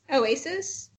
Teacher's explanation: I feel like you're saying oasis, like, with a glottal.